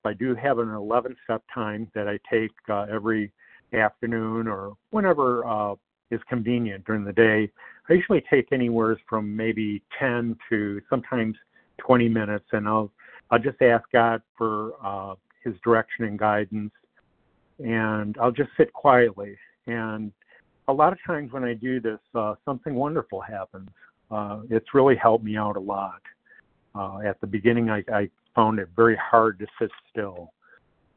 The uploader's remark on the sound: 100 Pounders Phone Meeting